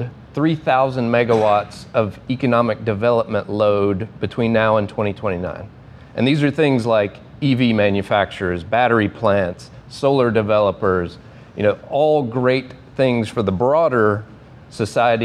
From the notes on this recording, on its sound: A Panel hosted by Energy Transition Finance. A panel at the office opening for Energy Transition Finance and Emerald Operating.